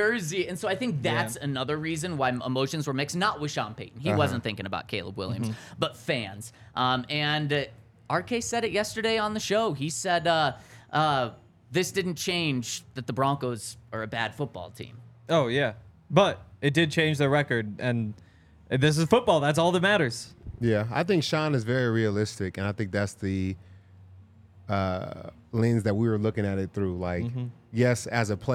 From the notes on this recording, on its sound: coming to you LIVE from the DNVR Bar